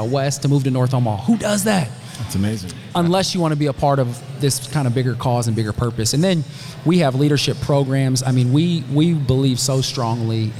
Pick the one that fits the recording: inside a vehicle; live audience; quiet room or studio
live audience